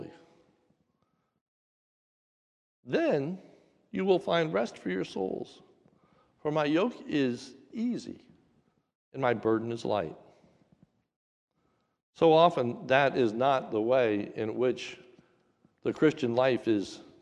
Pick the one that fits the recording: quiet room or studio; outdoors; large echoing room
large echoing room